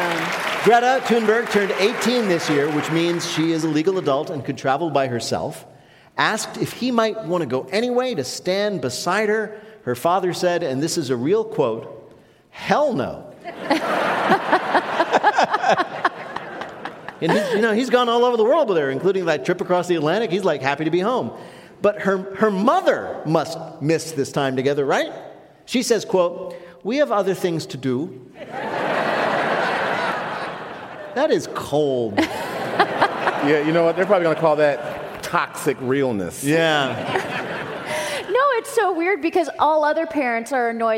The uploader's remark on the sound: at the Harris Theater in Chicago